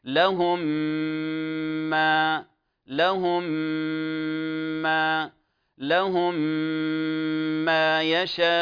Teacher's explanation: أيضا المثال الآخر قوله تعالى لهم ما يشاءون، لهم ما، لاحظوا أطبقنا عند الميم الأخرى وغنى حركتين وبعد ذلك بدأت الميم الأخرى · Term: الإدغام المتماثلين الصغير